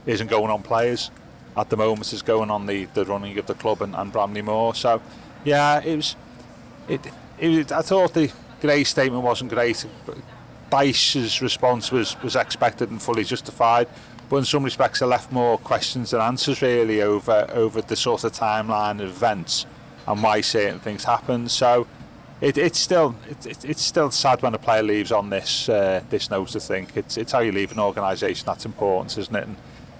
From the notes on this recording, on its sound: Catches the last sun of the summer outside Lovelock's Coffee Shop in the heart of Liverpool city centre.